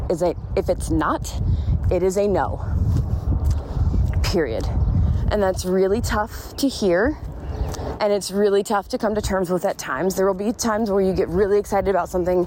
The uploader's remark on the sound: I was taking a walk around my neighborhood before it gets too hot here in AZ while recording this, so enjoy the background birds and my breathlessness